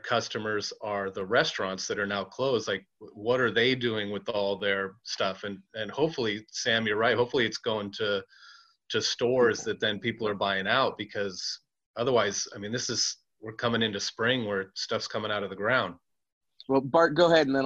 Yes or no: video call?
yes